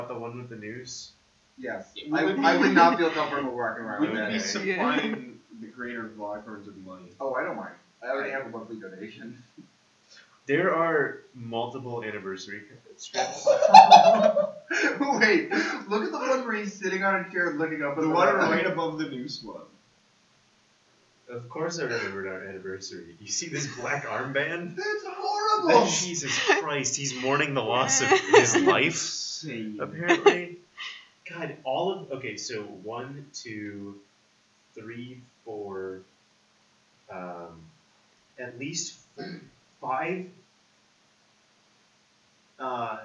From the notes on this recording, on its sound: Slightly different sound quality this week as we work with new equipment